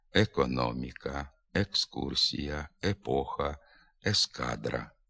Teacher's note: Виразно чується звук «е» і в побічно наголошених складах, наприклад, «зерносушарка». Не втрачає своєї якості голосний «е» також в окремих ненаголошених позиціях, а саме – на початку слова, після паузи.